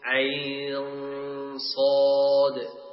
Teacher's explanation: نعم، لاحظوا الإخفاء هنا مفخم، نفخم الإخفاء مع تفخيم الغنة